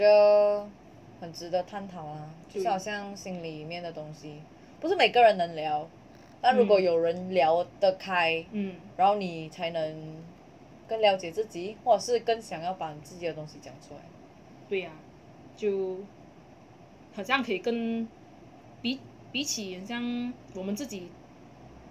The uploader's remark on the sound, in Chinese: 在此先聲明本集音質不太行。